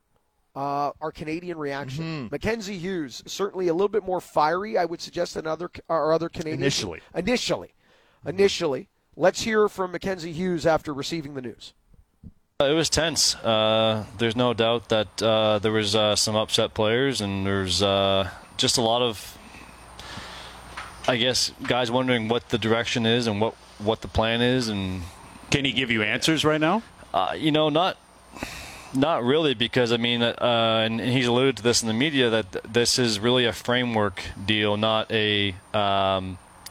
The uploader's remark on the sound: live on location from the Rink Hole at the RBC Canadian Open